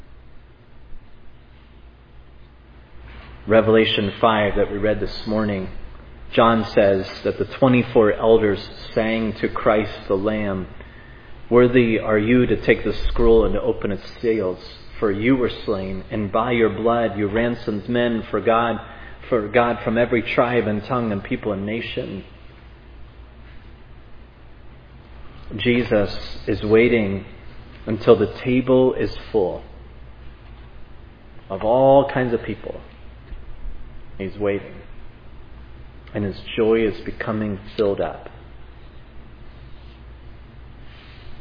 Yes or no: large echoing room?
yes